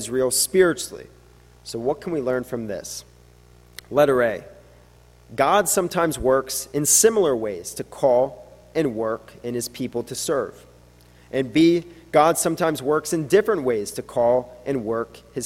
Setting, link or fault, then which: setting, large echoing room